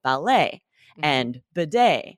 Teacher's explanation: In the US, we pronounce we emphasize the second syllable